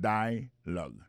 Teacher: nous a remarqué que l'accent tonique là tombé sous premier syllabe là